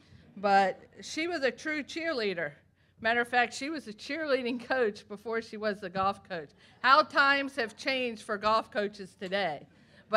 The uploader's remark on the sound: This week we have audio from this fall’s Virginia Golf Hall of Fame induction ceremony.